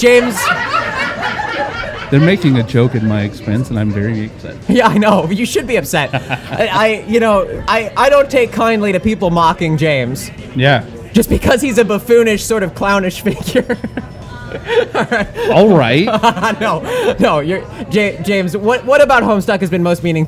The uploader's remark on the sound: Recorded live at the Guildhall Bar in Burbank, California.